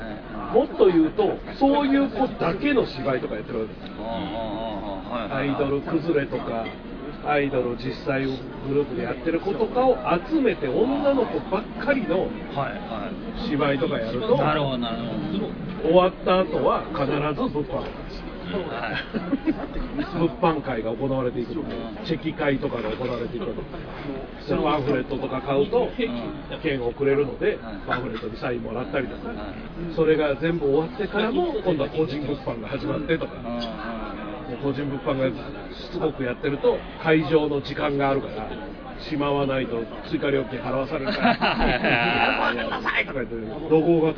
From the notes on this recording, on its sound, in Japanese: アるかテラススタジオにて公開収録。